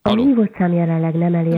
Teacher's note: De kicsit ilyen nazális, ilyen orrhangon mondja.